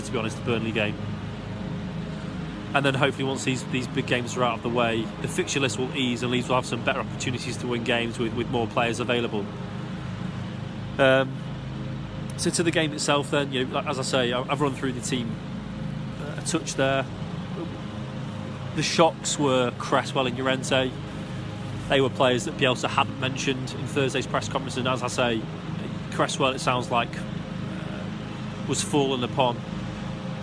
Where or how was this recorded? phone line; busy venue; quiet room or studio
busy venue